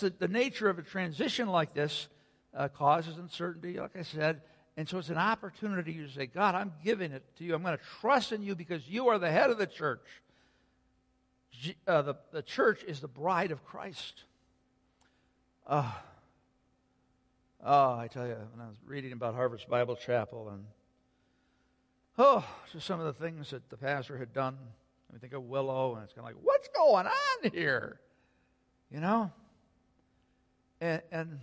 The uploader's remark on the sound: Sunday Worship Service - Audio